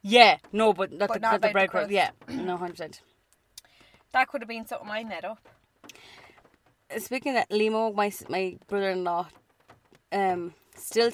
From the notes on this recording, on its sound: This week’s episode is brought to you from our car